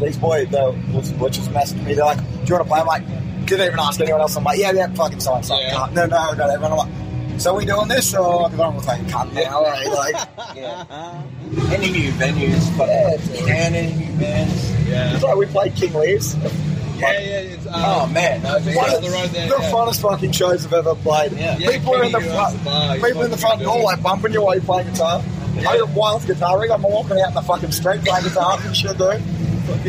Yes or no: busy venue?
yes